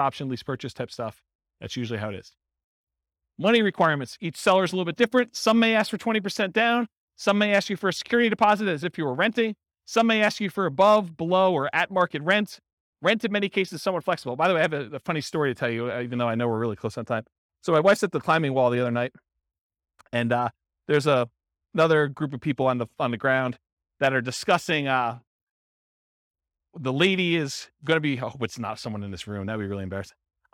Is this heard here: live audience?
yes